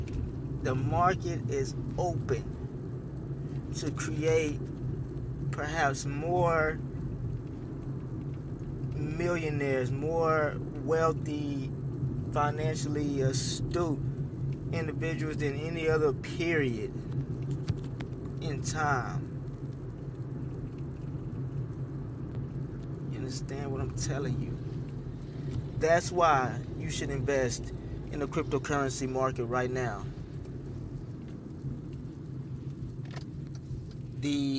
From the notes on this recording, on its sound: while driving through the city